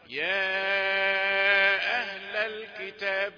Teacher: طب هقرا بالخمس حركات يا اهل الكتاب، بزود حركه · Term: المنفصل